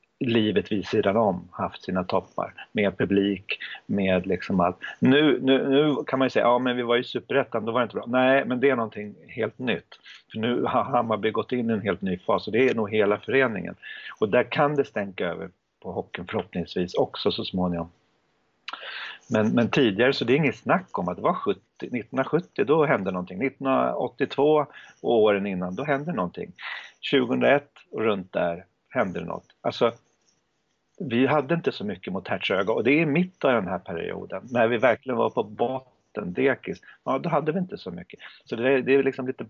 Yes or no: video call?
yes